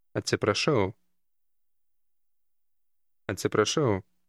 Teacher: Note the rolling R sound in the middle of the word.